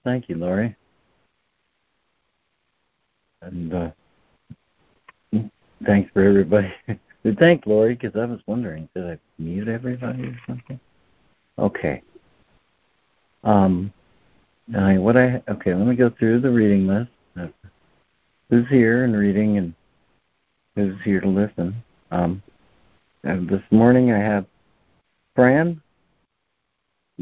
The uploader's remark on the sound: ACIM Daily Conference Call